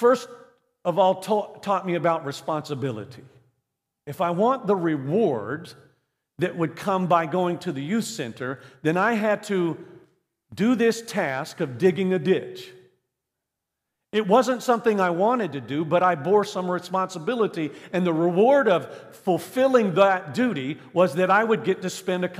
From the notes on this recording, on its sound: This message was recorded live from Central Assembly of God, Bethlehem Pennsylvania.